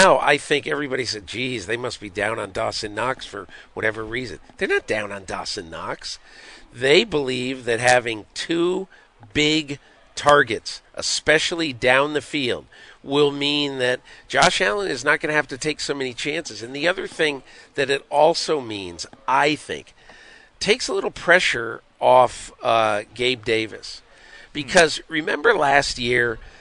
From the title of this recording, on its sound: live from Bills training camp